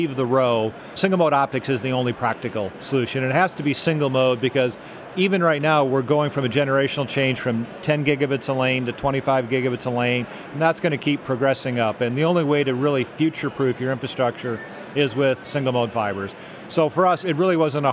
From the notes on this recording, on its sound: join us live from the Intel Developer Forum in San Francisco